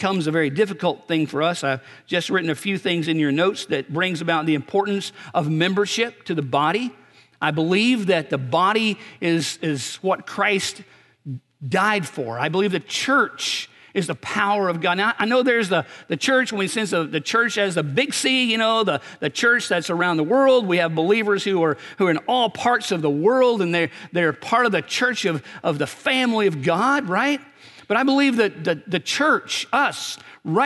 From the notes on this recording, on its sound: At Graceland Baptist Church in New Albany, Indiana.